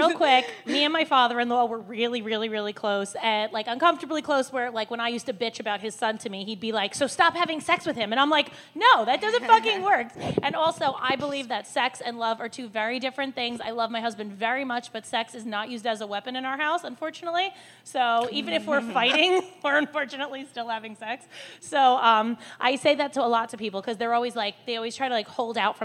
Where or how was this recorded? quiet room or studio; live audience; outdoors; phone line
live audience